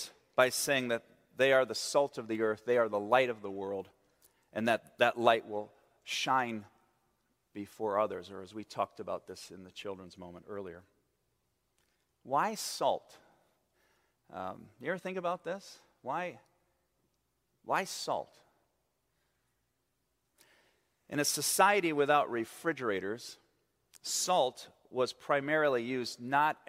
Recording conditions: large echoing room